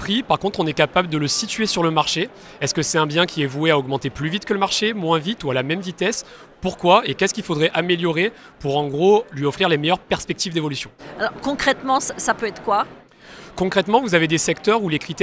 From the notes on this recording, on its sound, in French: Cet épisolde a été enregistré en live du Salon RENT.